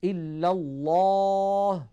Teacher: لابد أن يقول إلا الله ويفخم لفظ الجلالة، لأن هذا أمر مجمع عليه، فاسد لغة إن رقق، إلا الله هذا أمر فاسد لغة. · Term: تفخيم لام لفظ الجلالة